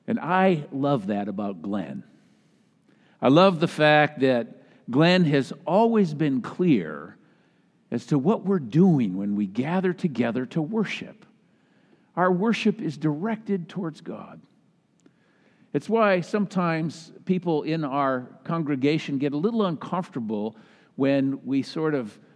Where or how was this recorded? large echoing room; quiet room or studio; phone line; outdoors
large echoing room